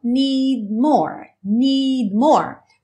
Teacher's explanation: Aqui a gente já está fechando a boca para o M do more, então need more, need more.